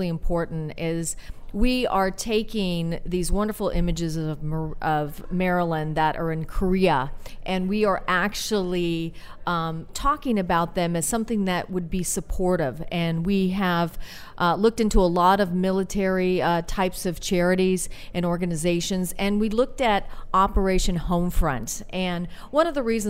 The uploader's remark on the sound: Live at American Film Market. Join VoiceAmerica as we Broadcast LIVE form the American Film Market!